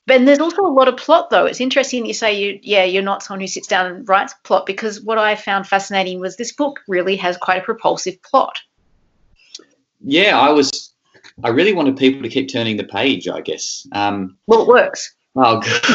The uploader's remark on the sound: This conversation was recorded online over Skype during the Covid-19 crisis.